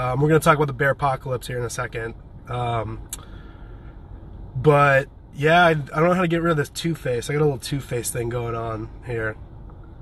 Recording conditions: inside a vehicle